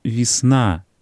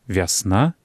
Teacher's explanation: На месцы А нельга дапускаць гуку І. · Shown in: second take · Term: гук А